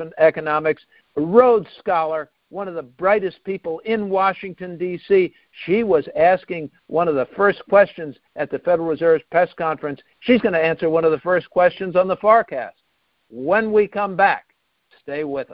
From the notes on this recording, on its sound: Calls in to talk about the bigger world.